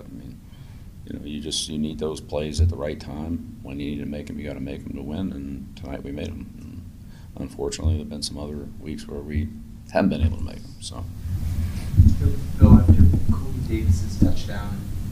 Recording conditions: busy venue